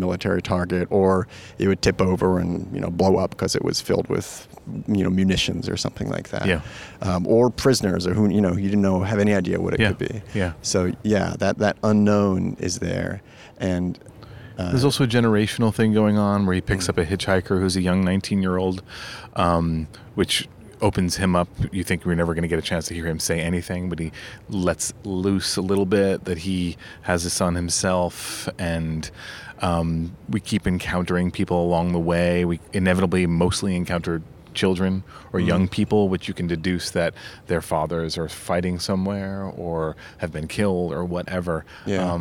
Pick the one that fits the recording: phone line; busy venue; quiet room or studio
busy venue